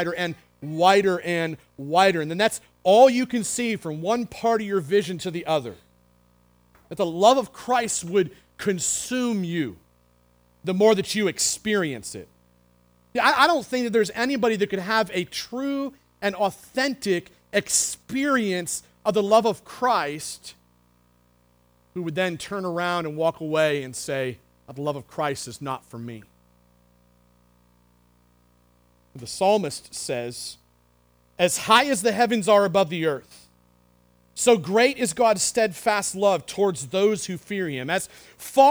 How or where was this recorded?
large echoing room